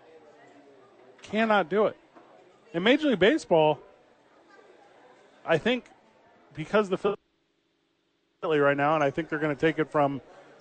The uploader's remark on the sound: THE BOIS ARE LIVE AT SADIES!